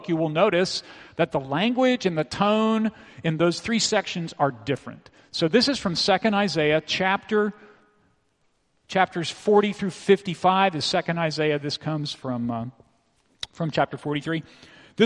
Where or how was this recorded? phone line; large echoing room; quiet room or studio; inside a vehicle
large echoing room